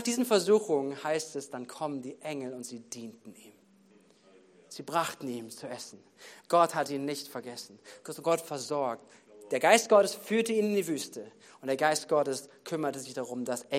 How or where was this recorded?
large echoing room